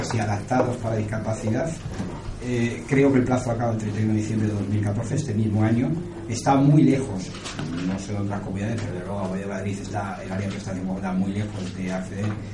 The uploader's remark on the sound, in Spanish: Audio íntegro de la rueda de prensa